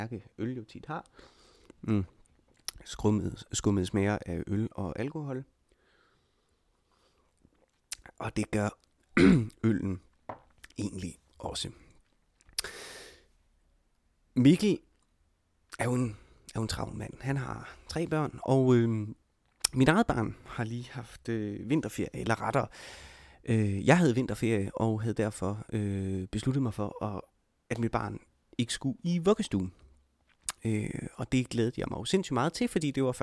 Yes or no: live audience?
no